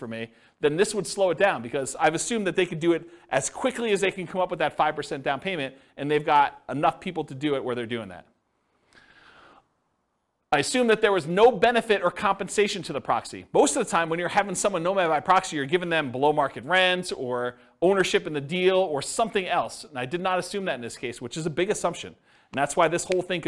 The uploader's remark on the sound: This was a live class recorded